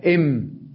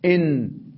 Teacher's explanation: لكن الإن تنحو منحى الأنف أكثر من الشفتين · Shown in: second take